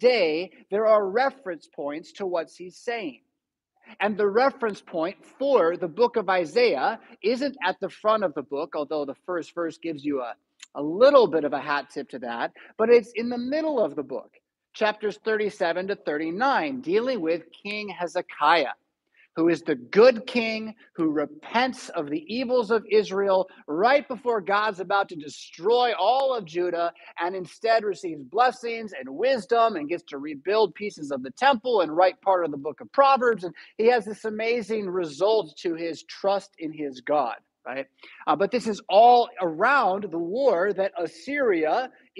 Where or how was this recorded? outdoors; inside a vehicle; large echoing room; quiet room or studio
large echoing room